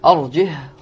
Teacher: بترك الهمز وإسكان الهاء ترك الهمز أرجه وأخاه وهي قراءتنا بروايه تعود عليها إخواني نعم.